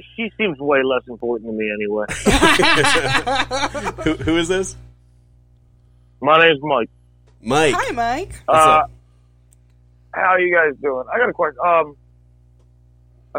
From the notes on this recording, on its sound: The Reunion Call-in Show. This time around we take phone calls to hear about the fan's reactions to the finale.